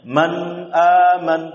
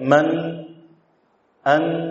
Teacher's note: Nun sukun yang ada tetap harus ada keluar ghunnahnya.